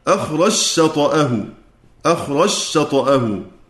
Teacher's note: أدغمنا الجيم في الشين إدغاما محضا كذلك